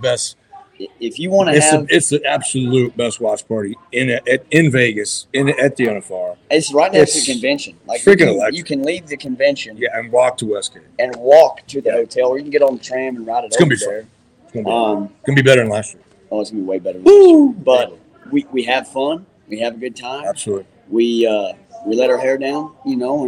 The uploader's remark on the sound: LIVE FROM CFD OLD WEST MUSEUM.